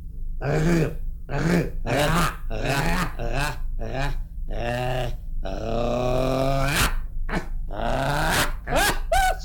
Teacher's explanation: Consonanta R, de pildă, se pronunță ducând vârful limbii până în cerul gurii și făcând o tremurătură